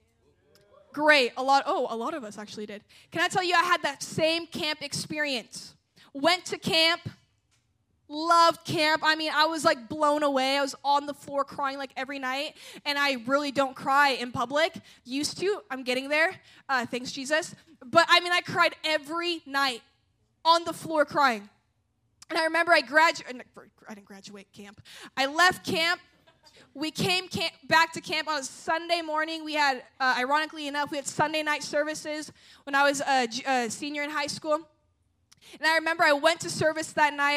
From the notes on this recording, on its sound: at a Jesus Followers Sunday night service